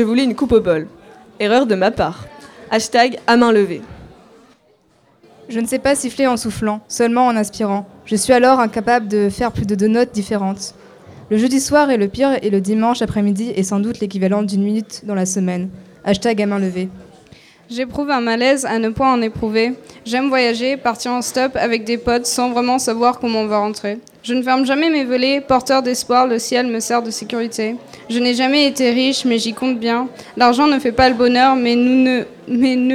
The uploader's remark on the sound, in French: Lecture en public au LP2I, le 17 octobre 2019.